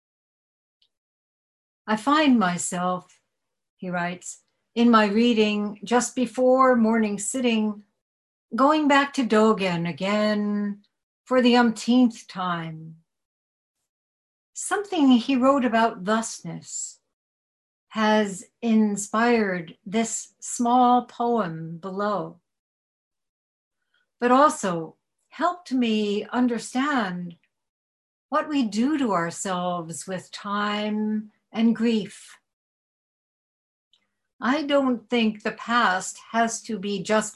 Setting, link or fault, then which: link, video call